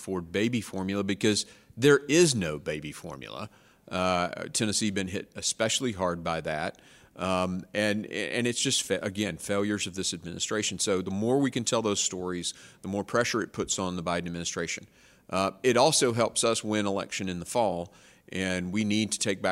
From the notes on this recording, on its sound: from The Heritage Foundation’s annual Resource Bank conference